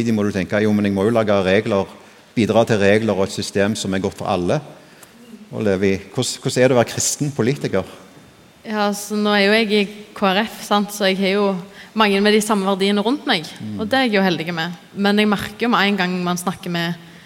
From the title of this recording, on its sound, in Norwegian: Live fra Impuls 2024!